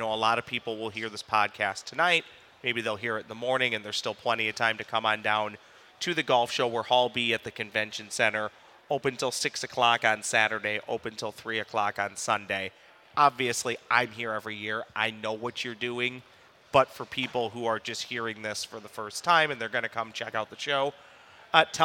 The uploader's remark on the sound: We are live at the Minnesota Golf Show. We are live at the Minnesota Golf Show from the Josh Arnold Investment Consultant podcast stage.